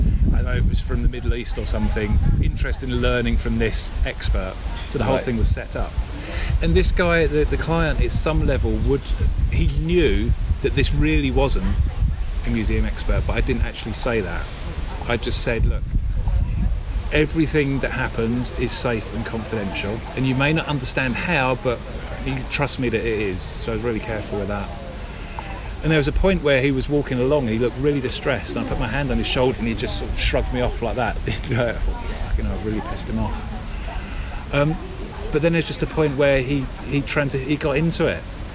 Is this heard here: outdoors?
yes